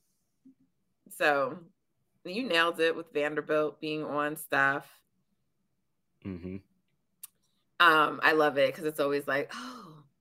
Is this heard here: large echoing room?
no